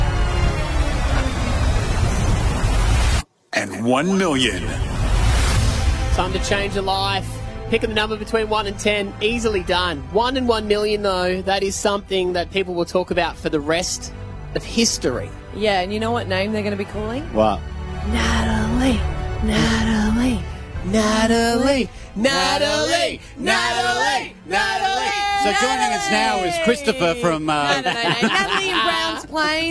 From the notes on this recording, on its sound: LIVE From our Camp out! YO WE CAMPING Y'ALL.